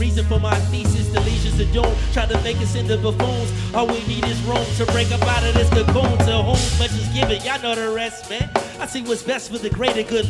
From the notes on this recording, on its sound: This performance was recorded from the 2021 Garfield Park Arts Festival.